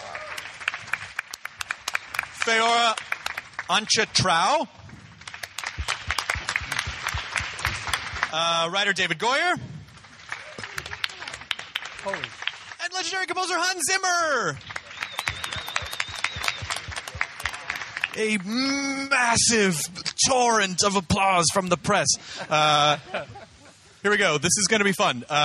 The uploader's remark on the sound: The Man of Steel press conference.